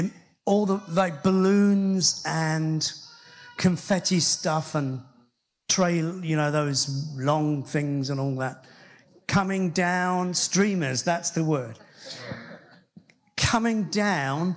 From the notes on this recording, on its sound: Christian Life Church Hereford // Father's Heart Conference